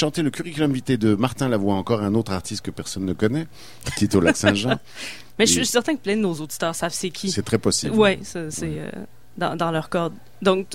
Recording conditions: busy venue